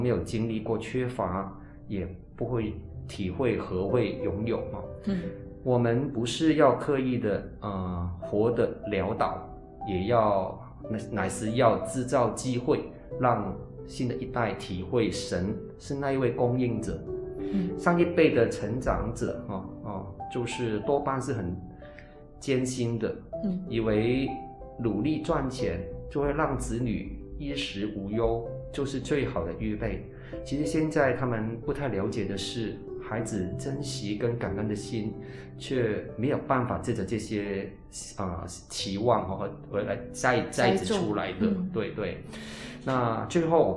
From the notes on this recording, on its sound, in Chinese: 近期錄音事工為配合疫情，錄音者全程皆配戴口罩。收音皆有些微影響。